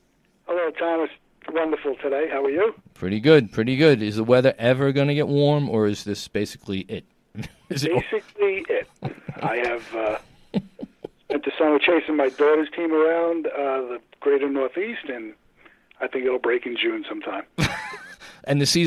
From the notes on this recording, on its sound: In studio. On the phone.